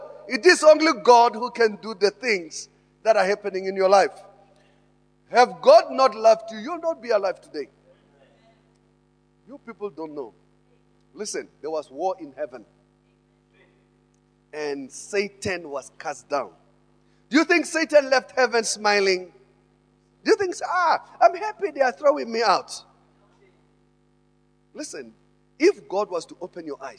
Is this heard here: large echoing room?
yes